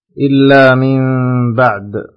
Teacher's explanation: نون ساكنة جاء بعدها حرف الباء فيكون حكمها الإقلاب